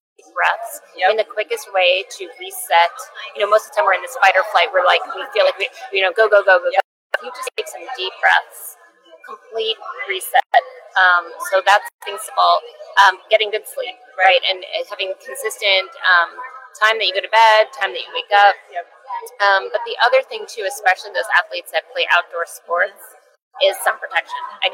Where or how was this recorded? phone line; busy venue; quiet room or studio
busy venue